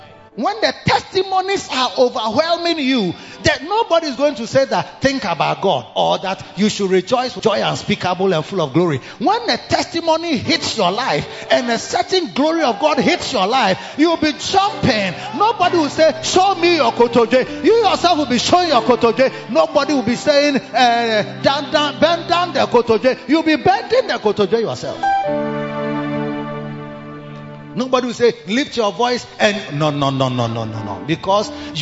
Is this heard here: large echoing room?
yes